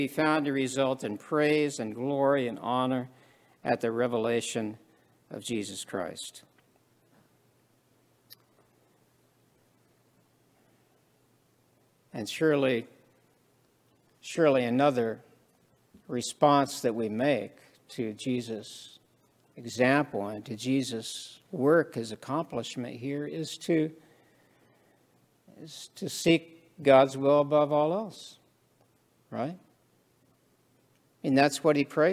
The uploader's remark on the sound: This sermon was preached at the Maundy Thursday worship service.